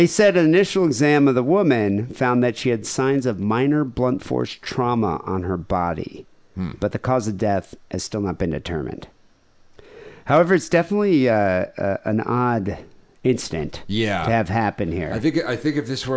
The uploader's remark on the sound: Phone calls.